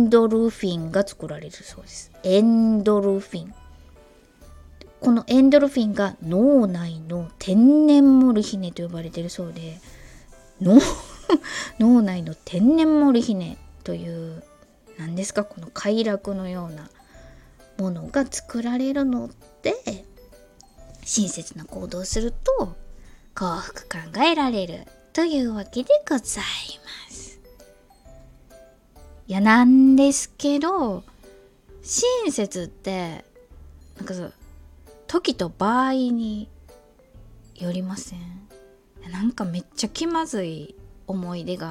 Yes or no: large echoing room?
no